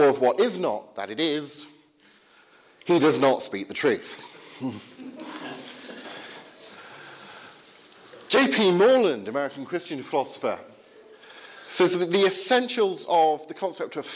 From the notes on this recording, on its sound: Talk from the 2017 Rasonable Faith group at Highfield Church, Southampton.